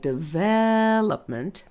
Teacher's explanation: if you have a word like development, the eh gets long